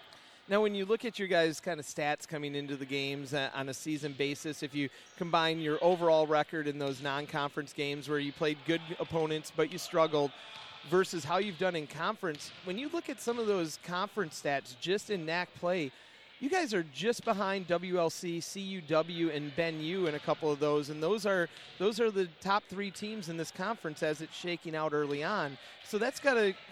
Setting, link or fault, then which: setting, busy venue